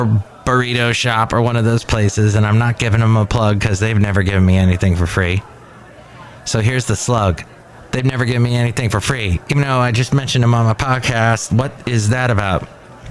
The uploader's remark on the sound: podcasts live from Café Anyway